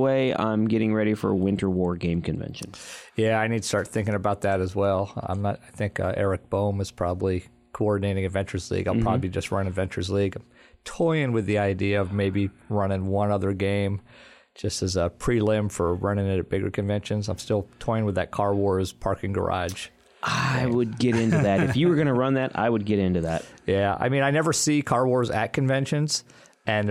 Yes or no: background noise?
no